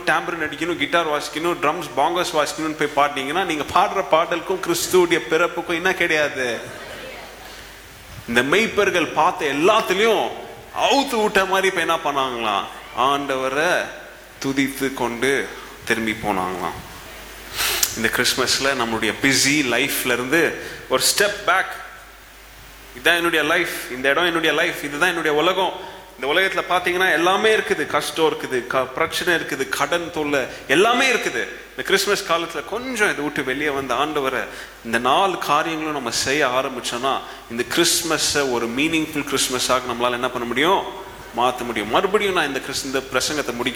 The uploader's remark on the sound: Preached at the old sanctuary of Agape Bible Church during the Advent season of 2017.